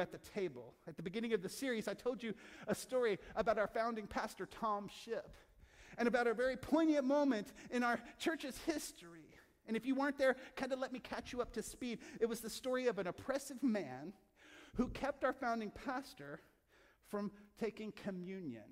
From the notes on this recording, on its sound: From our Crosswalk contemporary service in Asbury Hall. From our Crosswalk contemporary service in Asbury Hall.